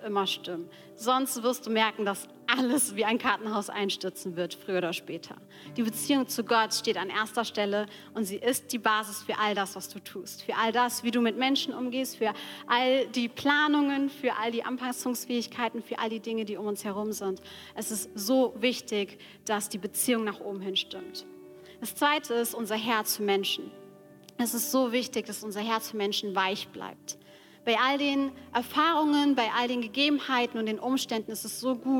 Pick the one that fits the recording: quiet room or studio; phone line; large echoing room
large echoing room